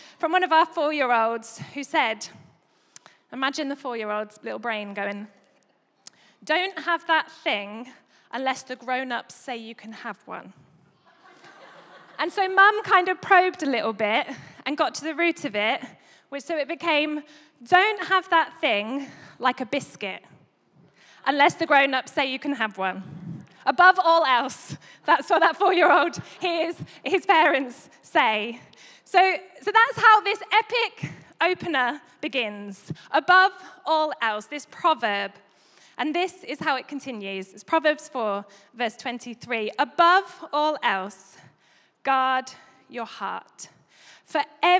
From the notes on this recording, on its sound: Recorded live at Life Church Lancashire - Sunday 25th September 2022